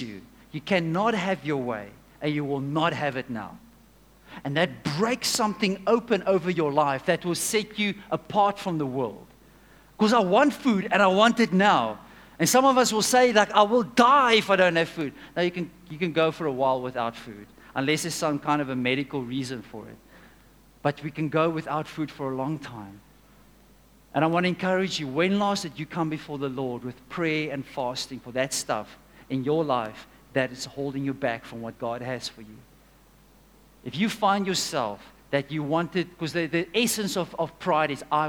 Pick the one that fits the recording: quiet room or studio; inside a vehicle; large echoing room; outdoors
large echoing room